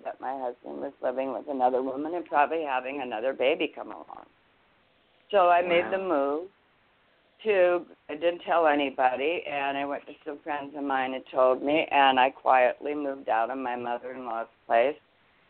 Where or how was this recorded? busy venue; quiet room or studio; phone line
phone line